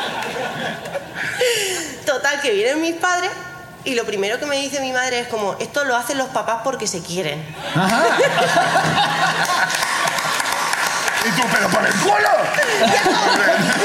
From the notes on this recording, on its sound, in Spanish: Vuelve La Ruina al festival Cruïlla. Gente del público sube a contar sus miserias.